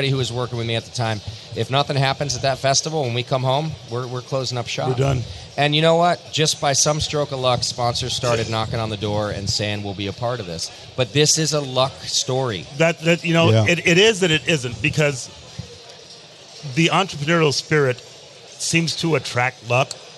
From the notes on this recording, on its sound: Live from HomebrewCon 2019. Live from HomebrewCon 2019.